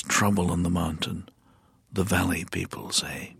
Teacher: it's almost as if it forces us to put the stress on the valley people.